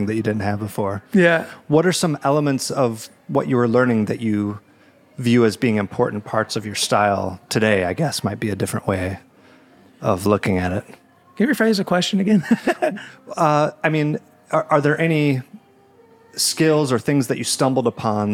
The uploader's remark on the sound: Recorded at Otus Supply Company in Ferndale, MI